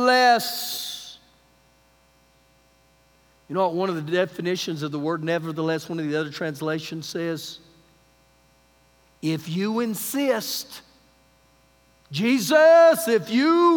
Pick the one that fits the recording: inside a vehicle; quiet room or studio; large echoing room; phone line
large echoing room